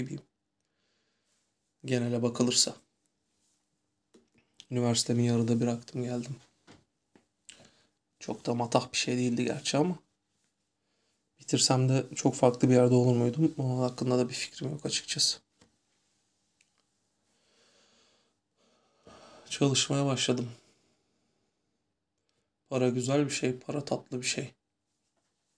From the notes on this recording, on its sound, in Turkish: Kayıt telefondan yapıldığı için kulaklarınızdan özür dilerim.